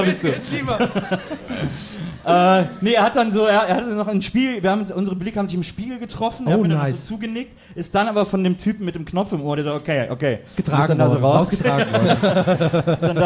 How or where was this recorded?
live audience